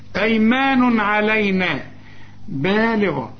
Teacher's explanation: أيمان تنوين وبعد عين، العين من حروف الإظهار ما تغنش